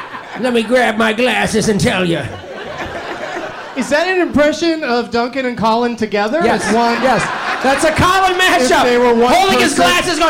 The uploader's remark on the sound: Live from The Punchline Comedy Club in Atlanta.